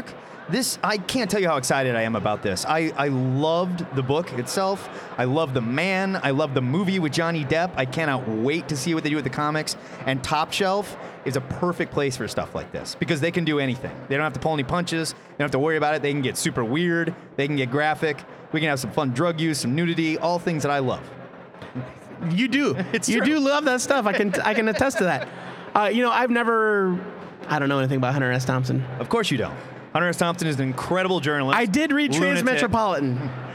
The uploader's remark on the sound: Recorded LIVE from O Comic-Con 2015!